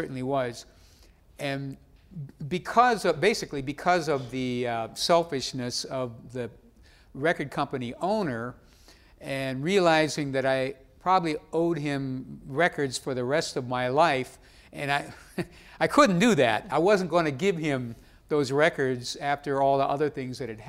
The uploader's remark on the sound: Recorded October 6, 2015 in front of a live audience at New York's 92nd Street Y.